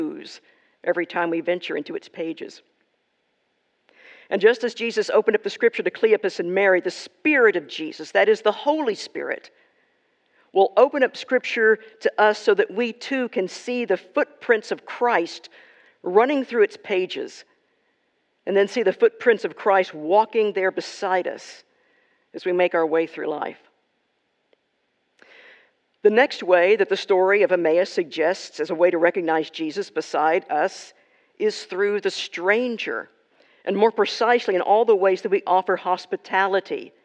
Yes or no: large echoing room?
yes